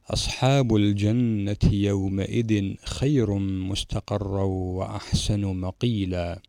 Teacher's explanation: هنا النون المشددة أعطيناها زمنا مقداره حركتين لأن صفتها الغنة · هنا التنوين أخذ حكم الإظهار لأن الخاء بعده من حروف الحلق وتسمى حروف الإظهار الستة، وهي الهمزة والحاء والغين والخاء، مجموعة في أخي هاك علما حازه غير خاسري، فتكون هكذا الهمزة والهاء ثم الغين والخاء.